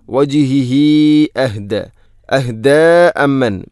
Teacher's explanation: ഹുള്ളമീറിന് ശേഷം ഹംസ വന്നാൽ മദ് മുൻഫസ്സിൽ പോലെ നീട്ടണം, നാലോ അഞ്ചോ ഹർക്കത്തിന് തുല്യമായിട്ട്.